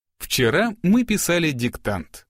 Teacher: Сначала тон повышается, а к концу предложения он понижается.